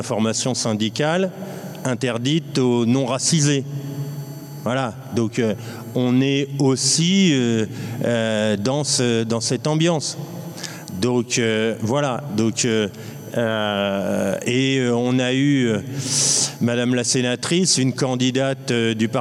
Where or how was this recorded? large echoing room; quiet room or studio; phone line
large echoing room